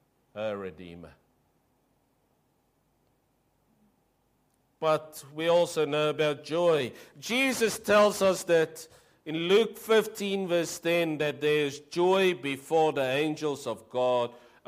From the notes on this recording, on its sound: Preached 02/07/23 AM service